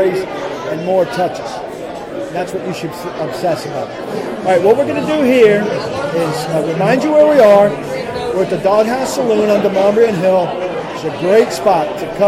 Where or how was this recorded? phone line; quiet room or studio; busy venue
busy venue